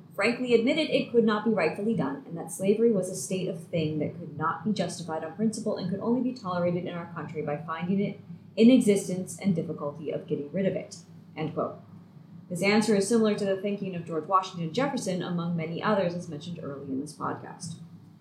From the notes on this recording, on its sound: Please bear with us as the audio quality in this episode reflects our upcoming relocation of recording space.